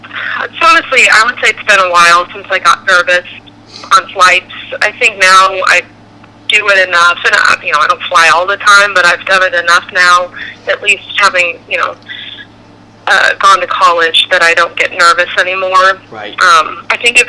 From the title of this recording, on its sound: Good Friends Call